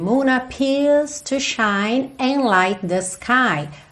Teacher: a gente não tem appears, não tem aquela enrolada de língua no R